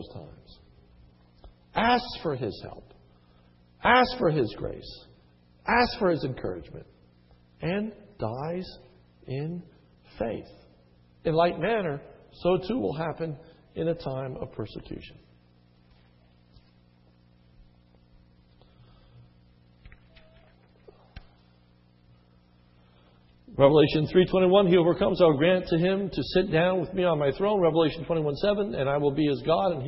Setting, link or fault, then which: setting, large echoing room